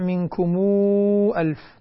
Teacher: الميم توصل بواو فتصبح واوا مدية بعدها همزة في كلمة أخرى، تعامل معاملة المد المنفصل، تمد بمقدار 6 حركات. · Term: صلة ميم الجمع